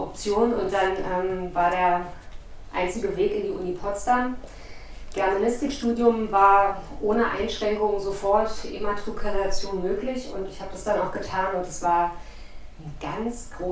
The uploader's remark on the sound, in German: Wir entschuldigen die Tonqualität.